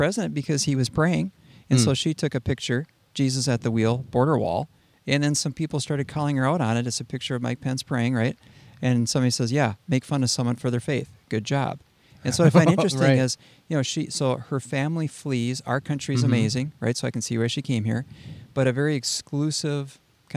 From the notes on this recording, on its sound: out in nature on location in Alexandria, MN